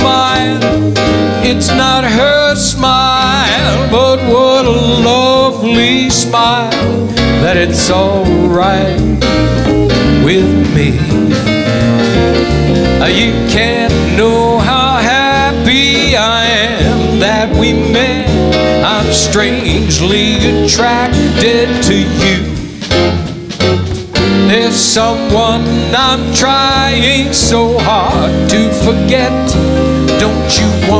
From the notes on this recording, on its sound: Live at the South Point Casino